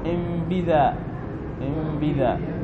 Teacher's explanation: فأنبذا هنا قلبت النون ميما · Term: الإقلاب